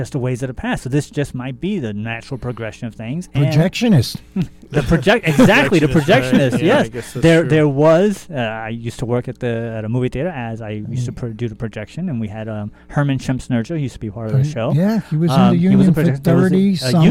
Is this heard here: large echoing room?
no